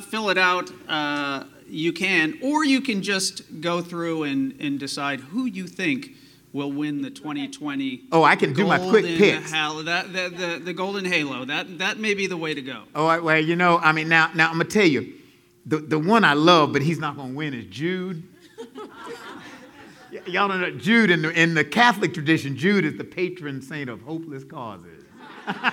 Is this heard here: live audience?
yes